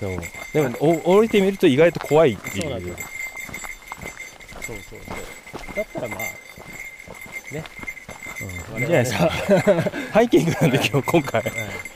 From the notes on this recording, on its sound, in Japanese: OMM JAPAN 2022 奥美濃の様子を競技中に録音してきた真空パック的な回で。